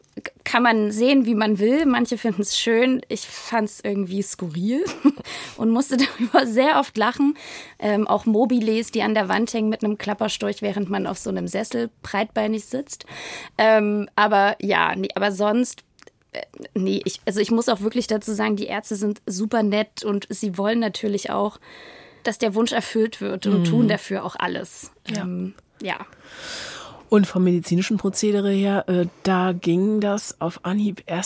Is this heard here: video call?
no